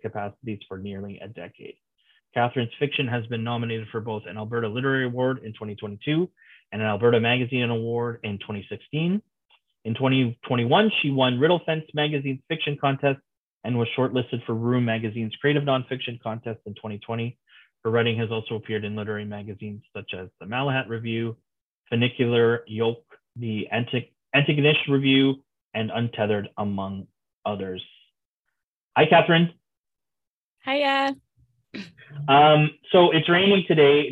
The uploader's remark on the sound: The event was rained out but the writers were kind enough to jump on a Zoom to be recorded and shared with you now.